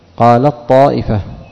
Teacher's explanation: التاء تقلب طاء عند إدغامها · Term: الإدغام